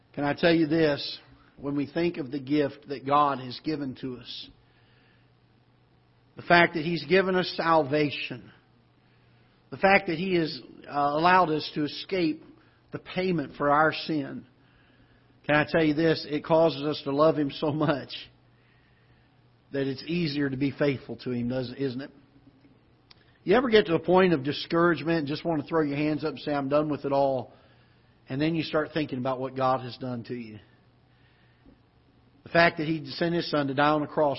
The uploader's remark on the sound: Ketha Heights Baptist Church ~ Live Broadcast